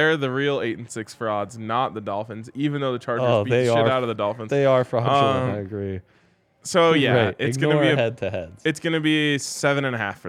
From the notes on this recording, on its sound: come to you LIVE from the DNVR Bar